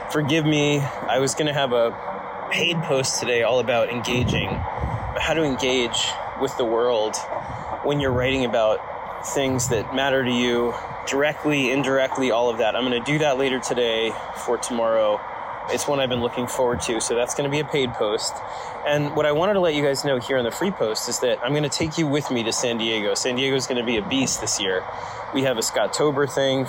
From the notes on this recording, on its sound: You're gonna have to forgive the noise. I am officially stuck in Seattle.